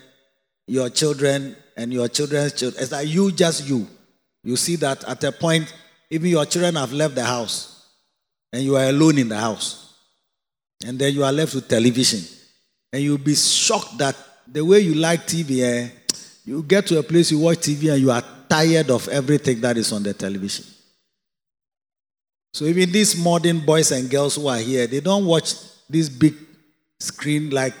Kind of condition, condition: setting, large echoing room